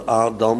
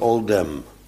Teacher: de ene categorie Joden spreekt de alef uit als een A. En de andere categorie spreekt het uit als een O. Die hebben het ook niet over Adam, maar over Odem.